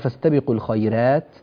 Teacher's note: عندنا الراء مرققة لأنها مفتوحة وقبلها ياء ساكنة